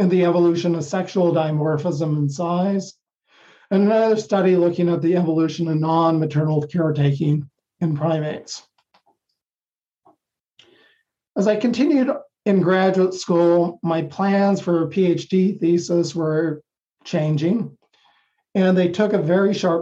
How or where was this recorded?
video call